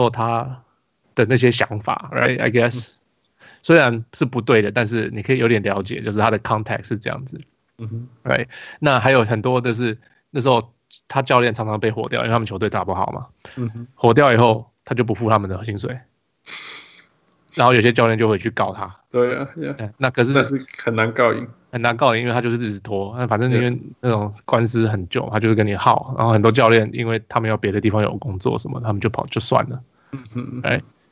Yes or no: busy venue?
no